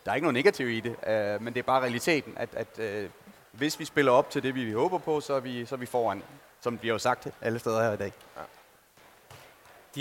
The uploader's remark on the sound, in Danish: Optaget live i Fanzonen i Boxen fredag eftermiddag.